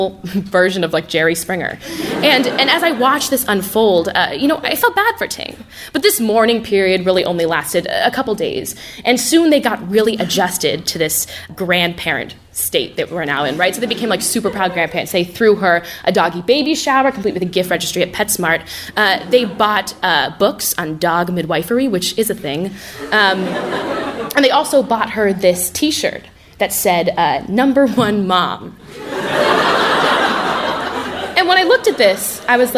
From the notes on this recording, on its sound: Live From Brown/RISD. Live show on campus.